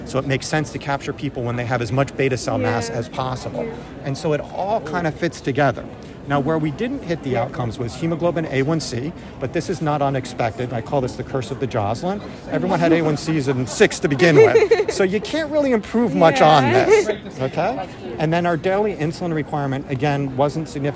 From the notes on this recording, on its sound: recorded during the ADA 2023 Conference